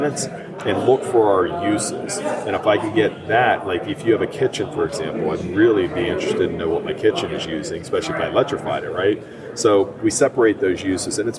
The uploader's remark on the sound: recorded at the Passive House Network Conference